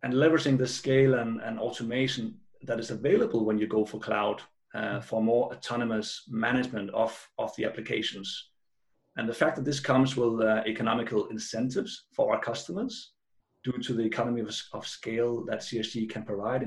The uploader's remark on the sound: Live from Virtual ITW 2020